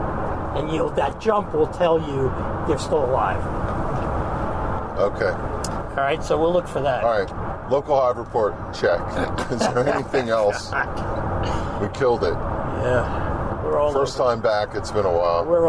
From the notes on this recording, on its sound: In the Car.